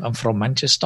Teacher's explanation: They've got this interesting kind of almost R sound that is slightly rolled, bit like Spanish, you know. · Term: rhotic flap